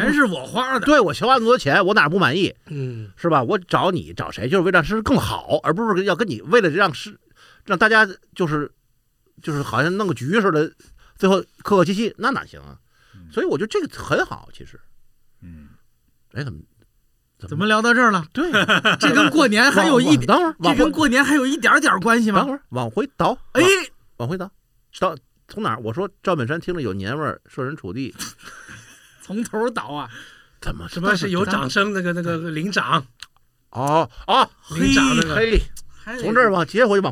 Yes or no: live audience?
no